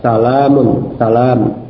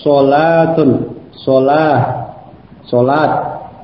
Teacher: Jadi berbeda antara lam pada salam dengan lam pada shalah. Pada salam itu lamnya sifatnya raqiq, dibaca dengan sifat raqiq. Adapun pada sholah, lam itu dibaca dengan sifat mufakhamah. · Term: lam yang tipis